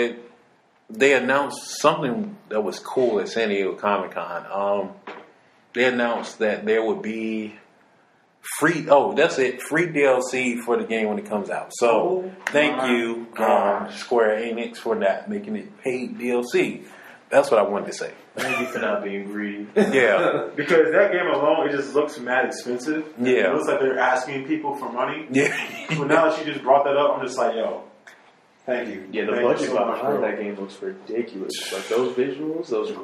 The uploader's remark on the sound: Excuse the echo in the audio